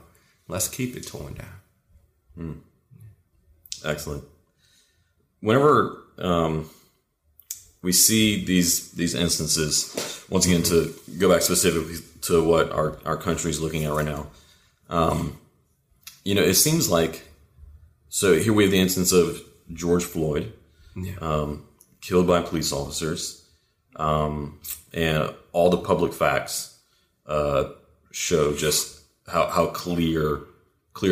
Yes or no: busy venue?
no